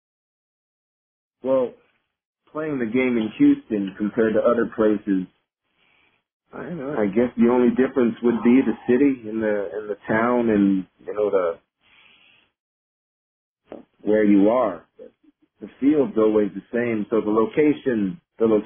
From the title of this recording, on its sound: Conference Call